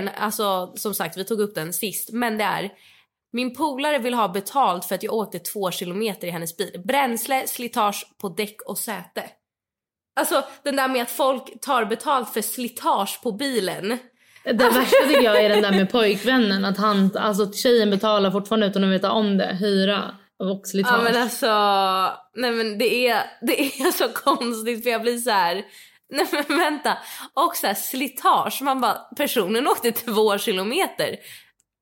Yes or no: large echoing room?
no